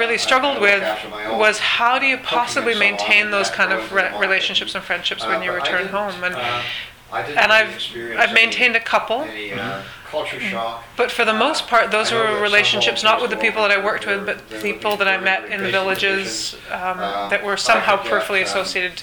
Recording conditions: busy venue